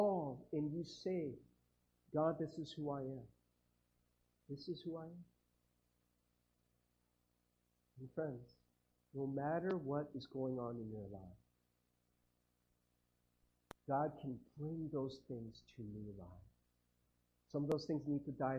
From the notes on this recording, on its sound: Sorry about the audio quality.